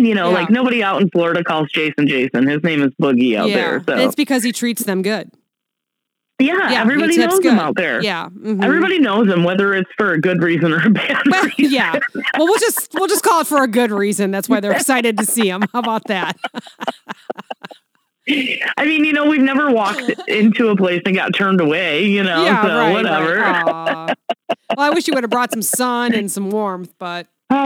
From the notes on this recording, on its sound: Forgive our sound. Had to call in again because it's her turn being sick!